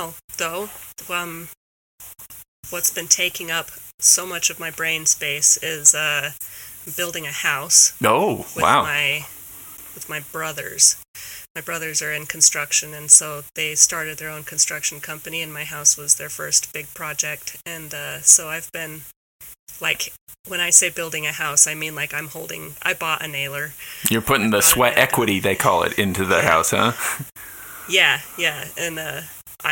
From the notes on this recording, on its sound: I apologize that due to my own technical difficulties the sound quality isn't pristine in this episode.